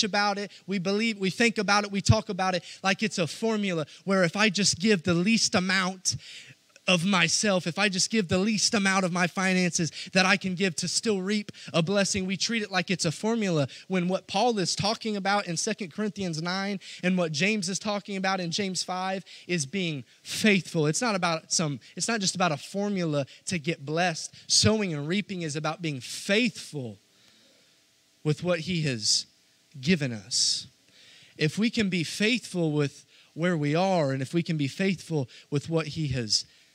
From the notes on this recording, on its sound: This message was preached Sunday, February 20, 2022, at our Cowden, Il location.